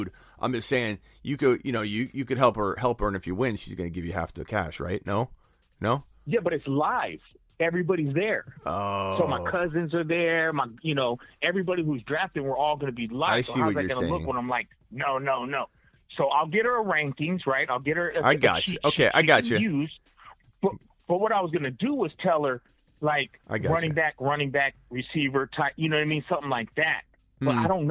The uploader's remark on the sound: phone calls for roughly 2 hours